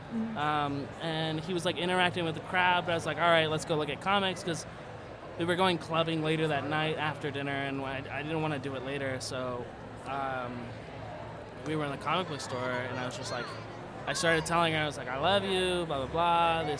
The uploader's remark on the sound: Live from INTERNET YAMI-ICHI: Up Late.